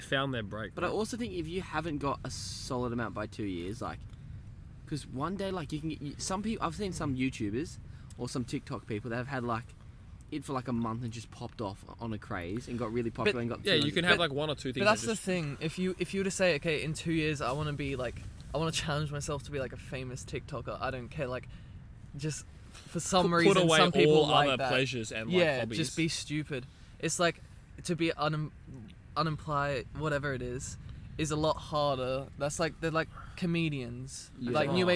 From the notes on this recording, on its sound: We recorded this podcast together in a 10 man tent whilst camping down the coast of Australia